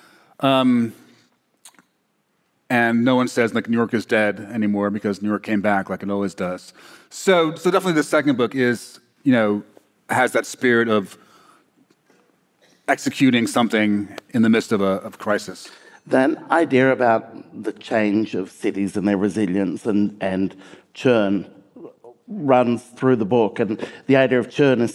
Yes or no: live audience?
yes